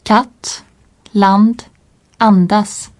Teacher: Le A bref est un peu plus ouvert comme dans pâte.